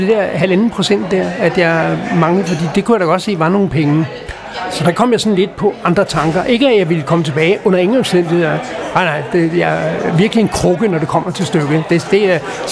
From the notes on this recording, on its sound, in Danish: Optaget på Axelborg Bodega, København